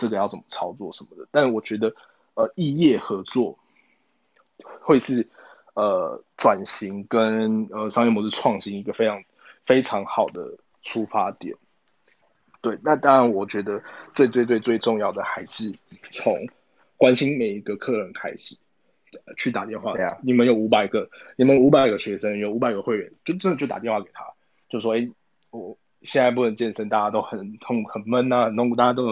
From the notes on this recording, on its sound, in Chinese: 疫情的關係，我們採用 ClubHouse 的方式錄音。有一些不清楚或雜訊的部分，還請大家多多包涵見諒。